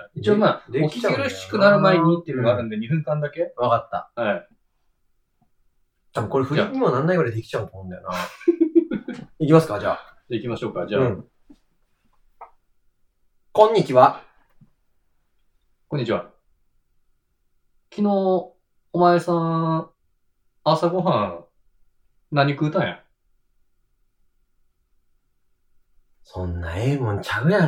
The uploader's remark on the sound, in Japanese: 録音を失敗してしまい音質が激悪です。